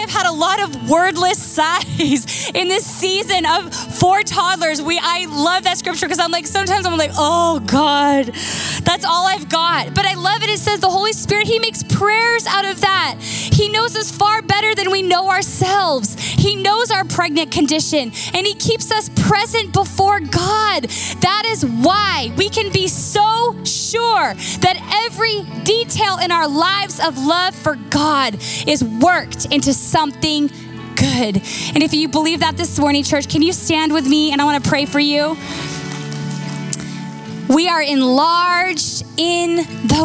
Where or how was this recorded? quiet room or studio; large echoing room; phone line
large echoing room